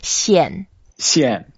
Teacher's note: It's the fourth tone, so we go down.